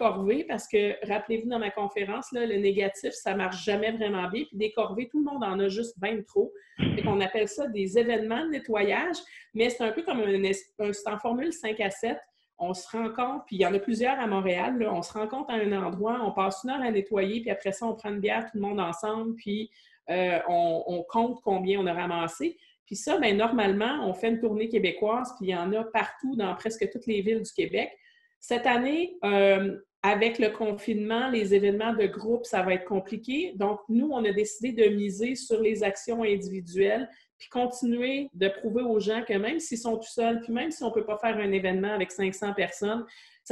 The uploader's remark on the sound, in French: Conférence en ligne organisée par le Collège de Maisonneuve